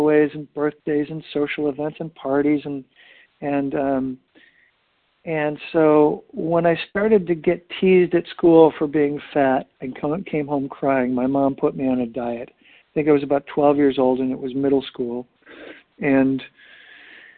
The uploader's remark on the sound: 100 Pounders Phone Meeting